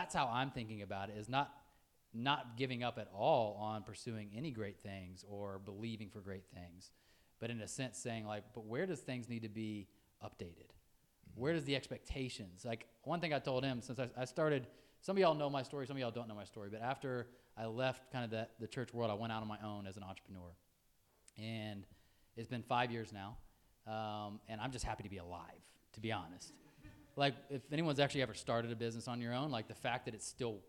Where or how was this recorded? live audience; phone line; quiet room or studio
live audience